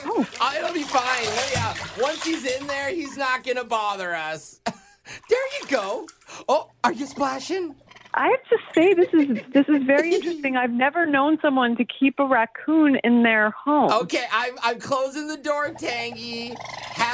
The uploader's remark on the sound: Phone Tap. Phone interview.